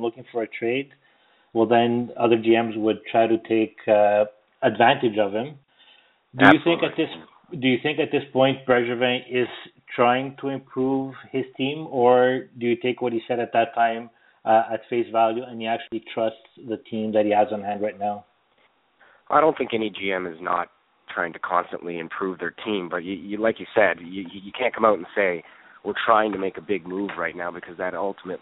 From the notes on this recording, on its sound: We take your phone calls.